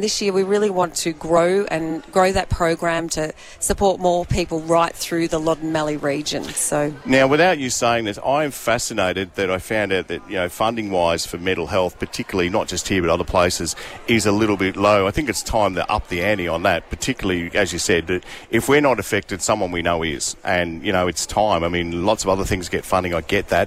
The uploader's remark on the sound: Live from Bendigo Health for Move For Mental Health! The Triple M team were live at Bendigo Health to kick off a 24 hour fitness marathon.